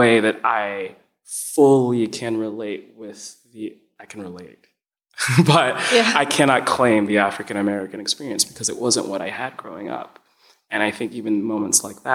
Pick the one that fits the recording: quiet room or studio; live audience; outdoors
live audience